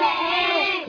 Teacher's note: همزة وفتحة ألف مد بدل حركتين